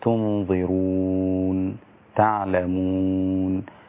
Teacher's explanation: المد العارض للسكون الوجه المقدم فيه حركتين، يعني وأنا بقف مثلا على نهاية الآية مثلا تنظرون تعلمون، هما حركتين.